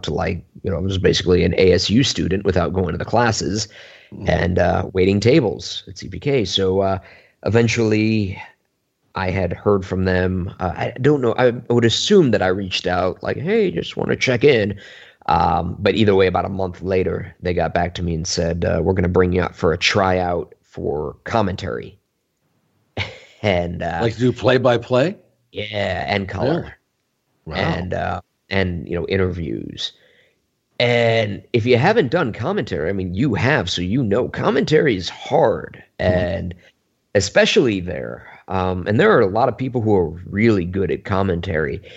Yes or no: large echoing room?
no